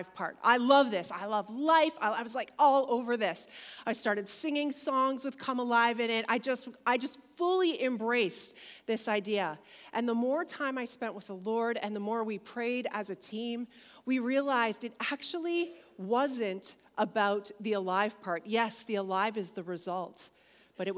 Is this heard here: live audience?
yes